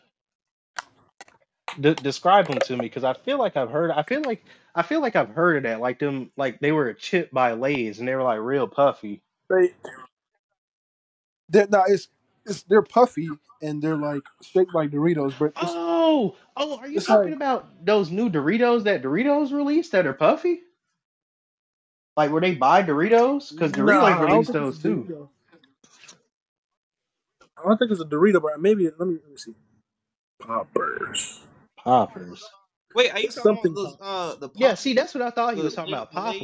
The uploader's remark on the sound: I'm using a headset mic and this is my first podcast.